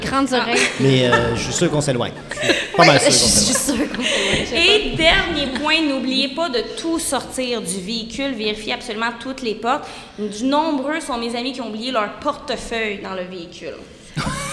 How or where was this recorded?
live audience